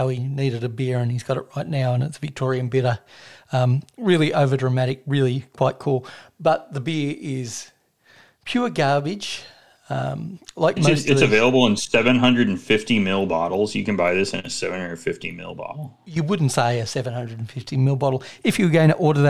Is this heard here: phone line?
no